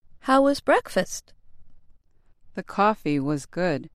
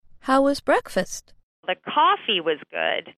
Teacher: Because my pitch change is coming on the word coffee, I'm meaning that probably the rest of the breakfast was not very good. · Shown in: second take · But I don't say that using grammar or word order.